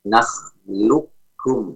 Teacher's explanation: Yaitu dengan menghilangkan suara qaf baik secara makhraj maupun secara sifat. Jadi lisan kita tidak ditempelkan ke makhraj qaf terlebih dahulu namun langsung ditempelkan ke makhraj kafnya. · Term: idgham kamil